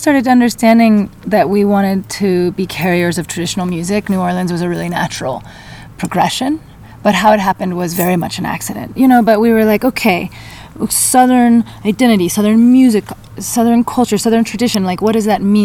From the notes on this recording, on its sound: Live & direct from the Park City Song Summit. Live & direct from the Park City Song Summit.